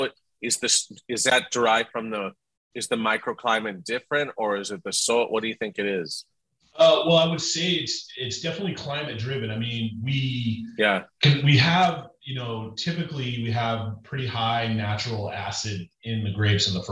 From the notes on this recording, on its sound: Listen in on their entire Zoom chat